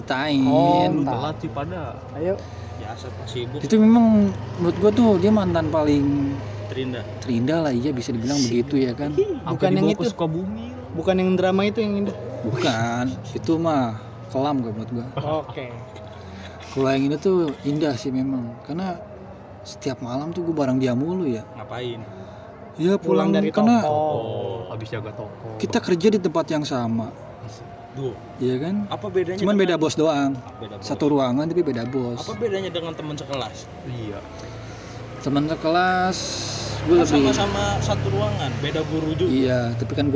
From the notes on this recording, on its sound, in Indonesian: Mohon maaf kualitas audionya kurang bagus, karena rekamannya di lintasan balapan motor 2tak